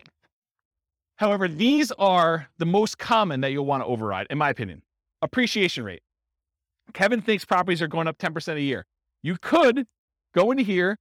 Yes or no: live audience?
yes